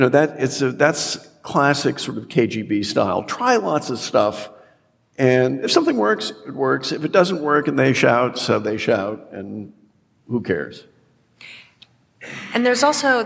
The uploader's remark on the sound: Recorded before a live audience at the Sixth and I Historic Synagogue.